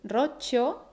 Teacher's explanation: con la sílaba fuerte y alargada en la Ro